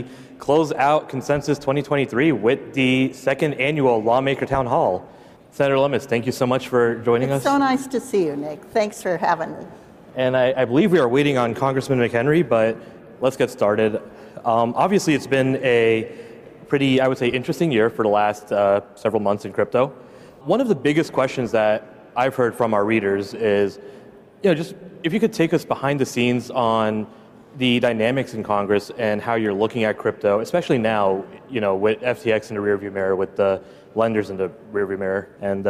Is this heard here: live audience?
yes